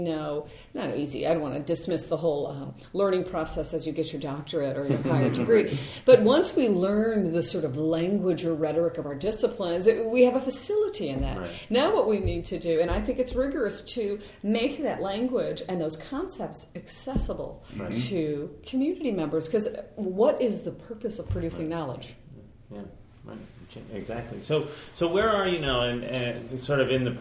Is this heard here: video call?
no